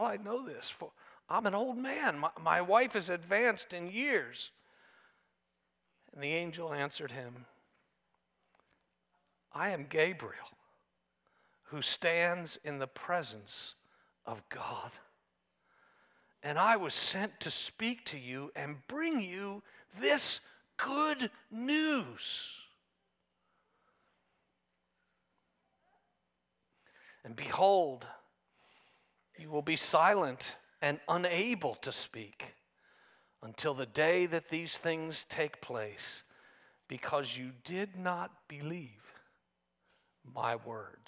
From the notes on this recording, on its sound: This sermon was preached at Covenant Fellowship Church on November 19, 2023.